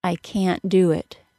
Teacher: I could also use the glottal stop for the T sound, and it would sound nearly identical to most listeners.